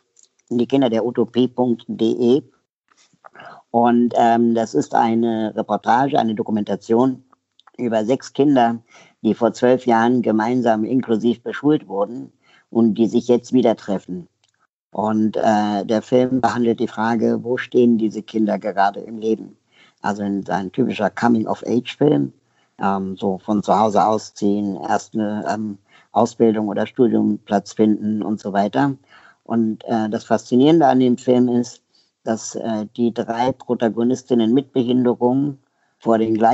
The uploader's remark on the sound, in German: Skype-Interview